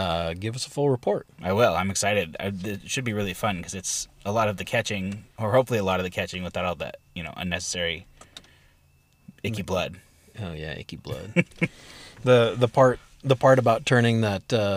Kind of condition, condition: setting, inside a vehicle